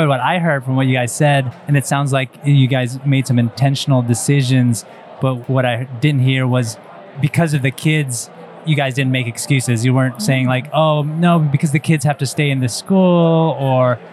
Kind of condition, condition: setting, busy venue